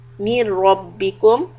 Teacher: when you connect مير that part is soft then the raw fatha is heavy